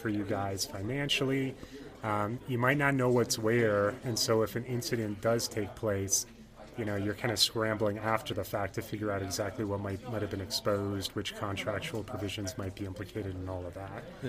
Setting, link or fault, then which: setting, busy venue